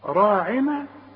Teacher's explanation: هنقول لا تقولوا راعنا، بعد الراء في ألف اهي، ألف فوق الراء اهي، عشان مش تقول راعنا، لا راعنا، عشان تمدها ألف كاملة. راعنا مرققة ما عدا الراء، كل راء مفتوحة تفخم